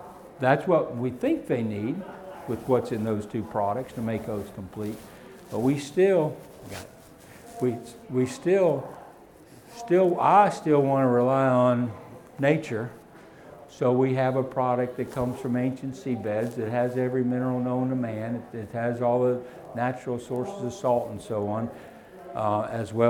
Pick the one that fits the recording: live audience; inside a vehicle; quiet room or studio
live audience